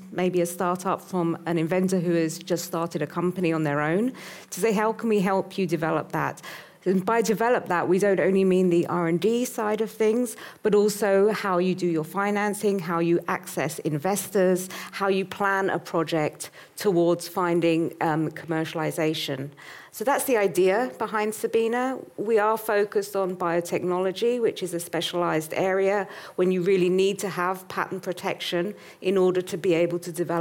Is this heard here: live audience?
yes